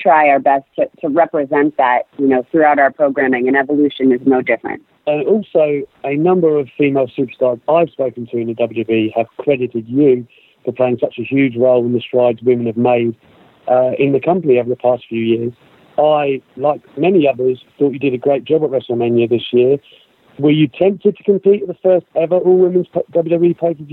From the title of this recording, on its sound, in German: am Telefon